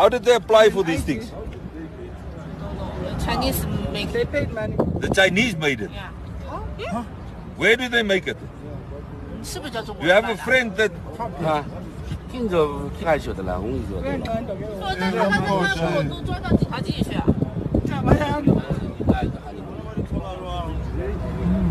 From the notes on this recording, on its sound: Here is an audio recorded at one of the road blocks.